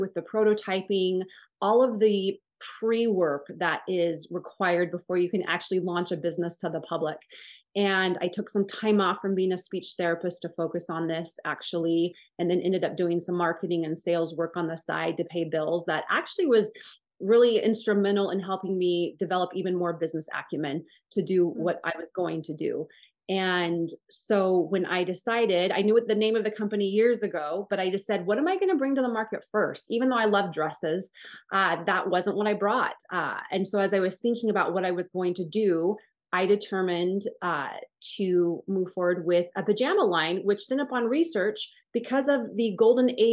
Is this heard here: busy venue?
no